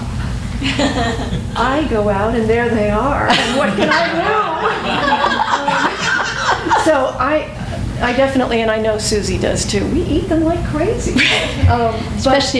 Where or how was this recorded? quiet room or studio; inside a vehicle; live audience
live audience